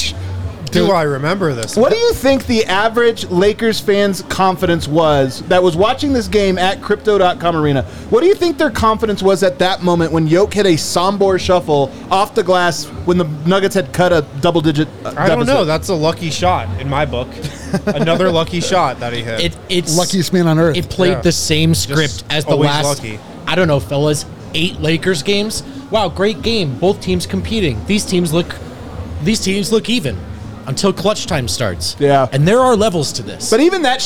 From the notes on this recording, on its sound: Come to you LIVE from the DNVR Bar.